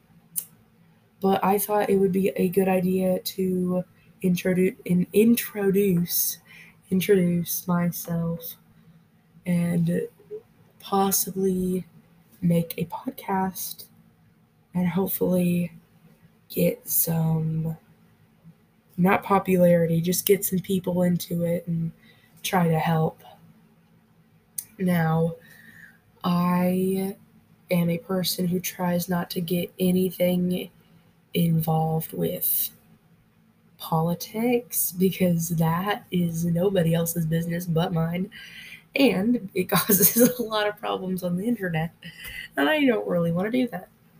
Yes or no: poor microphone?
yes